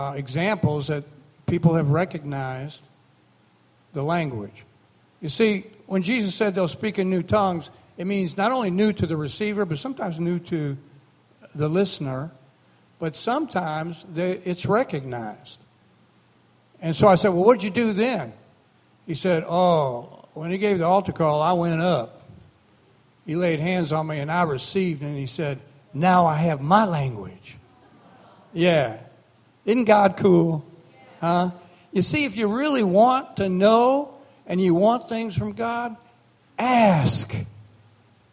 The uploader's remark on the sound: recorded on August 13, 2017, during Sunday morning service at Celebration Life Family Church